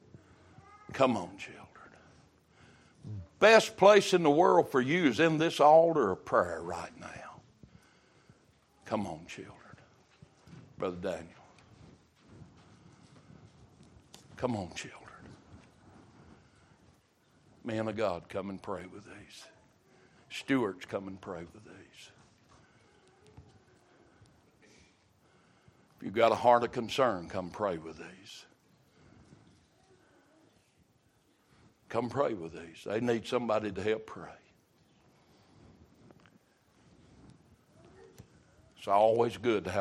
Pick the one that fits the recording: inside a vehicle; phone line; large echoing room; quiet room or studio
large echoing room